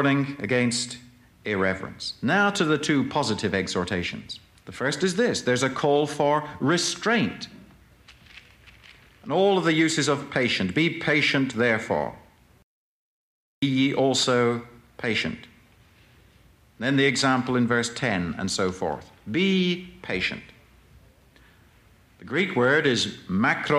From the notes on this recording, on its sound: presented at Moody Keswick Bible Conference 1982